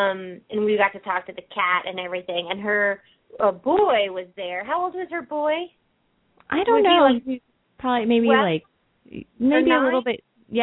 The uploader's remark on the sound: Pet Psychic Radio. Open up the lines for listeners to call.